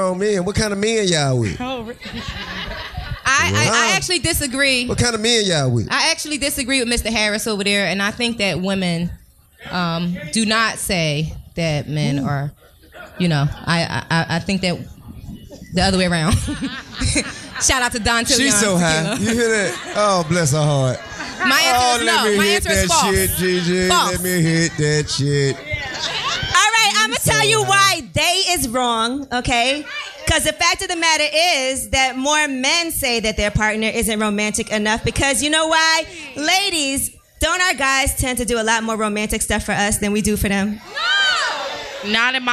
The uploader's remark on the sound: Live From The Highline Ballroom